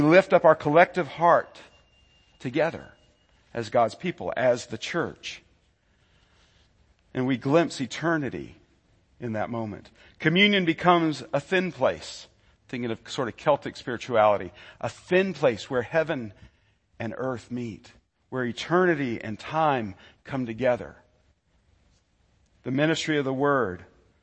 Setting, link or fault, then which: setting, large echoing room